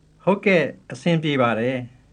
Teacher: the S in asin is an aspirated one